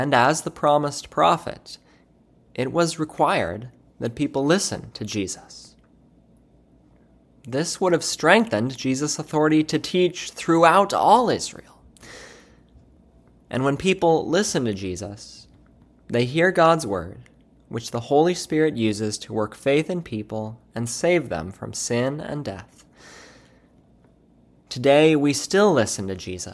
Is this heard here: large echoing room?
yes